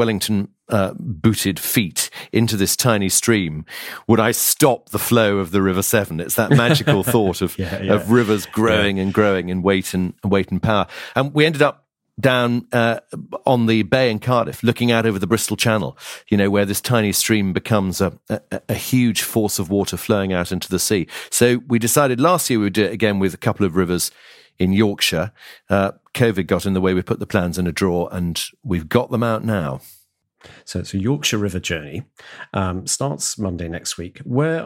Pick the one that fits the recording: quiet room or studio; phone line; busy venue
quiet room or studio